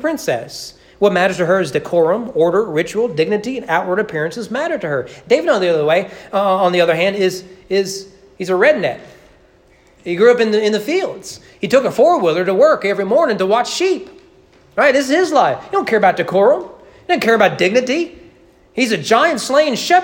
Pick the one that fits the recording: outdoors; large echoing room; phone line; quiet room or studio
large echoing room